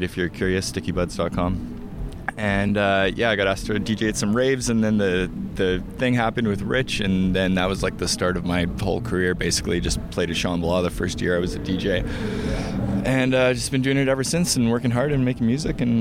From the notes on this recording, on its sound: Shambhala 2018. Joins us backstage at The Village for an interview about his time and experiences at the festival.